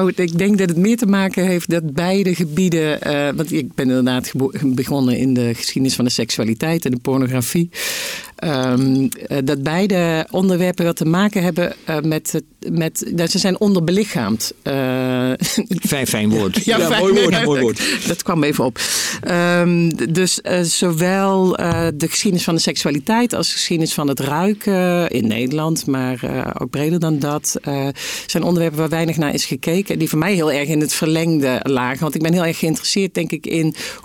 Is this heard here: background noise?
no